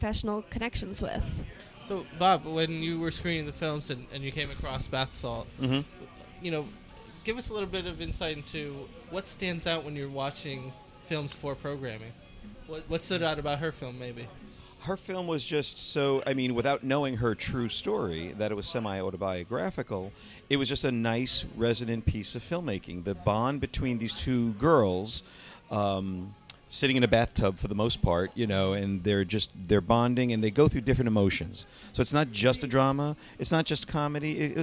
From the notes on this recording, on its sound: at the Kew Gardens Festival of Cinema Filmmakers Lounge at Ateaz